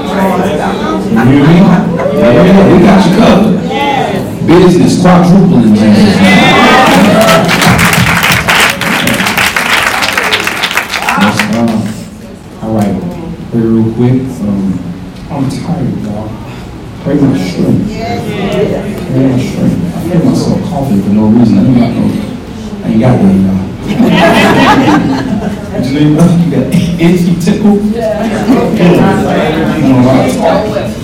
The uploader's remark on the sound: Listening Party_Live From Atlanta, GA. Woods Gospel Entertainment Podcast live from the road.